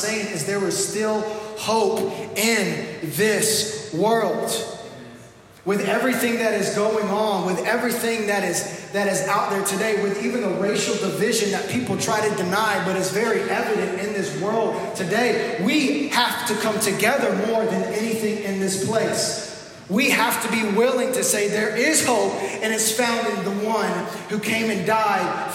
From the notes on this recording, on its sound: This message was recorded live at our first pop up service.